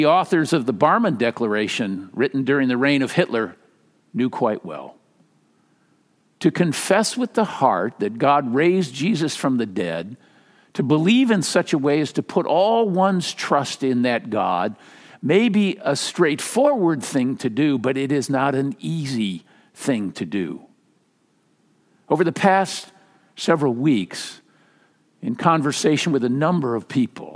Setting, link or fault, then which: setting, large echoing room